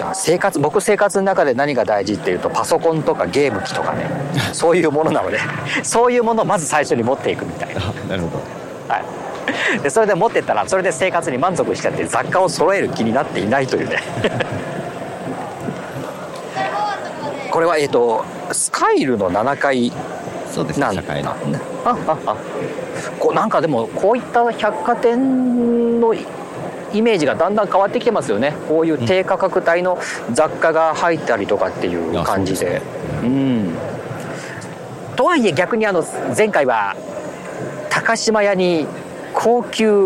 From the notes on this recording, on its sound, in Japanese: 今月は高校野球の実況後に外から収録していましたが。